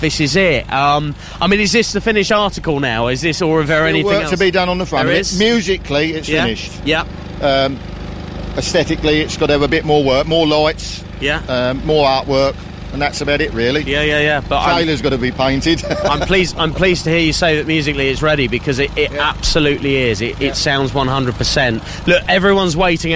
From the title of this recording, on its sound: Outside Broadcast from the Great Dorset Steam Fair